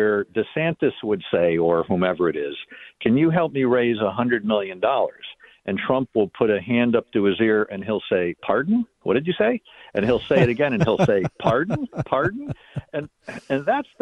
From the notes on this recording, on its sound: We take phone calls.